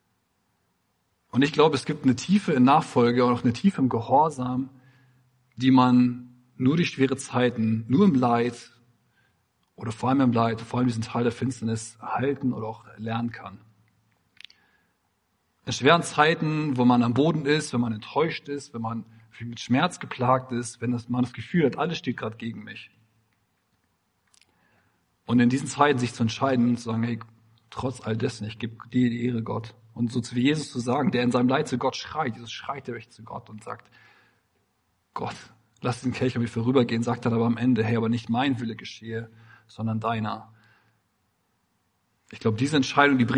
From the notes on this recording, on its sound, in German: Predigt im Rahmen des GreifBar+ Gottesdienstes